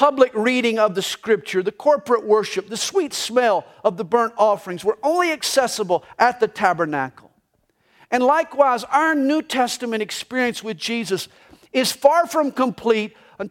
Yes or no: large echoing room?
yes